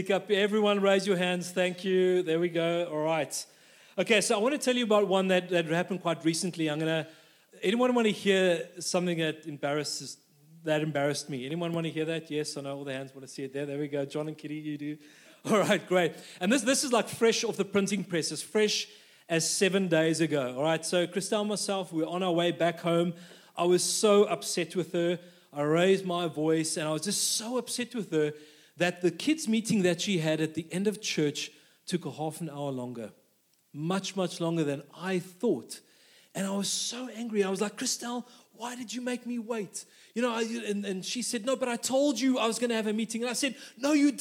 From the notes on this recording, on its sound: This message was recorded live at our Malmö Gathering on Sunday, September 3rd, 2023.